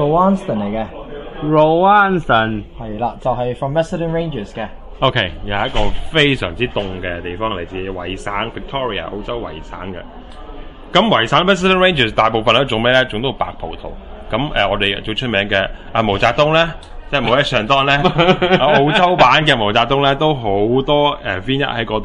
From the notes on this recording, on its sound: This is a live recording, at the recent winestyles magazine shiraz tasting event.